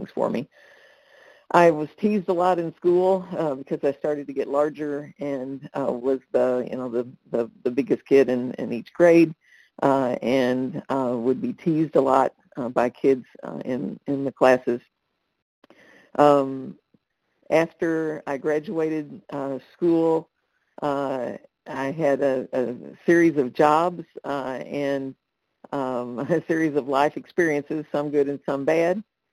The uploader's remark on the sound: Qualification from the 100 Pounders Phone Meeting.